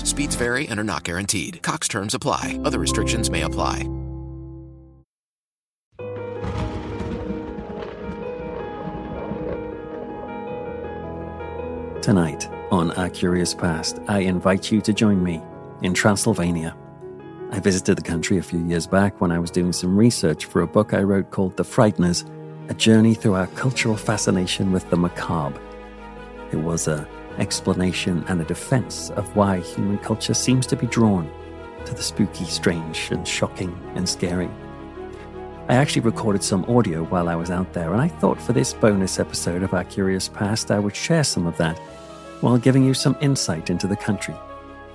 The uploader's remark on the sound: An on-location audio trip to Transylvania. Where we will stay in an old Saxon village, then head by cable car into the Carpathian mountains, to sleep in a hotel made of ice. Then it's off to the beautiful yet formidable looking Bran Castle and more.